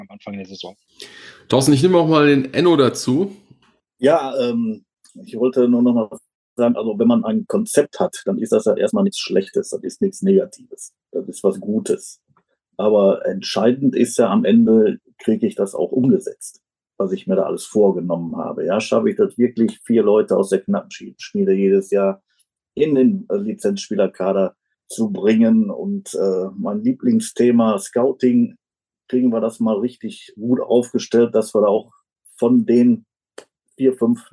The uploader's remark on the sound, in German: den Live-Zuschauern in unserem Zoom-Raum entwickelte sich eine schöne Diskussion